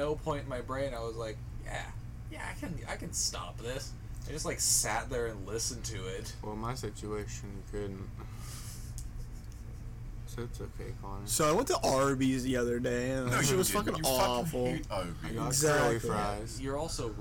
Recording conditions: poor sound quality